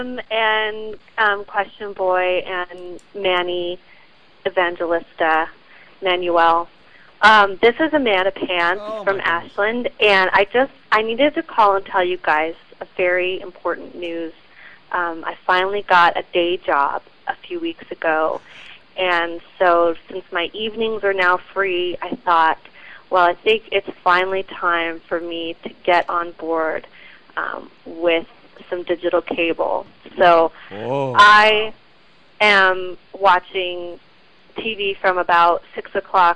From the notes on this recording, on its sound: Well, OK, we only called out of the podcave to one person, but you never know when your phone will ring!